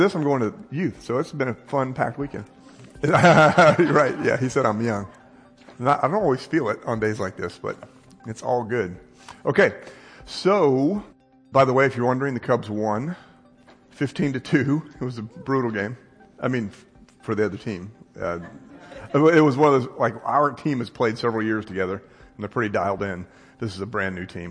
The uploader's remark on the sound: This podcast is a recorded version of a live class here at Christ United. Live on Sundays at 3101 Coit Road, Plano, TX.